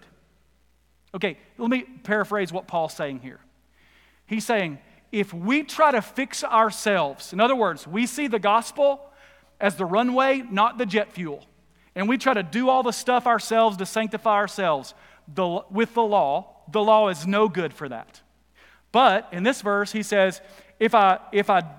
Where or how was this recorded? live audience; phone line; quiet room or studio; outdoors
live audience